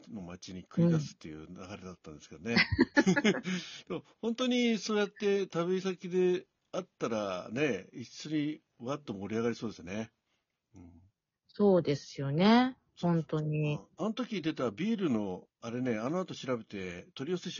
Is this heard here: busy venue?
no